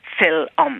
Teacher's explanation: Now, in Irish, certain combinations of consonants can't be said without inserting a little vowel in the middle. So this is called an epenthetic vowel, and it's like an ö sound. So we can't pronounce something like consonant plus M and R.